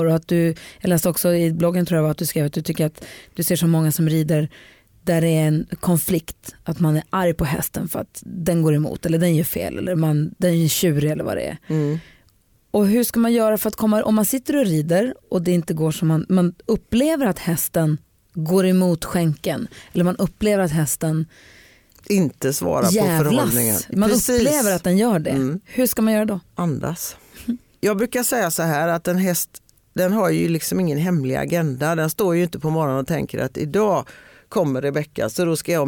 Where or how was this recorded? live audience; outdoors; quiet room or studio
quiet room or studio